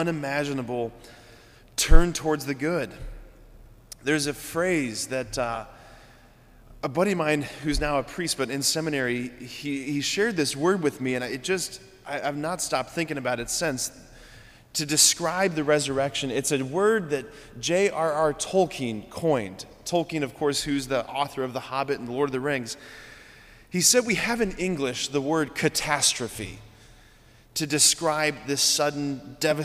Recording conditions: large echoing room